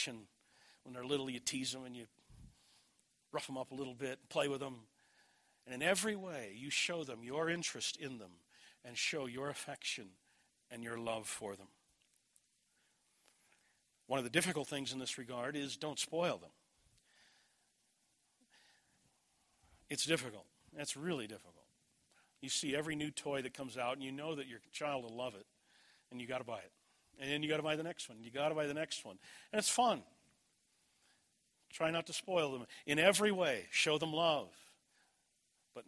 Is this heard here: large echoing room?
yes